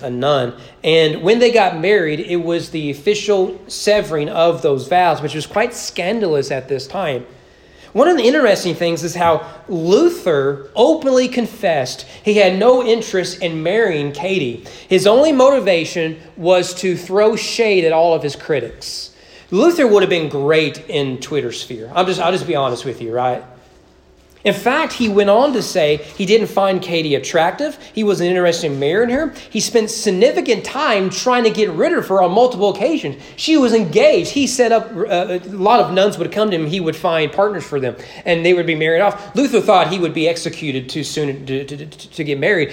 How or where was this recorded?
large echoing room